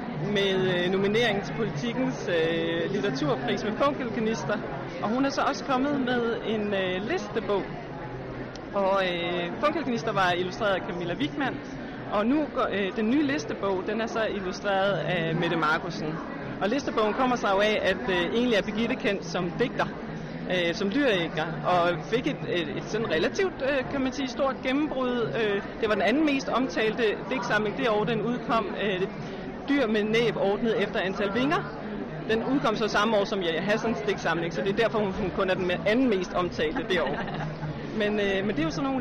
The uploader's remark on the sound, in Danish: Live fra Bogforum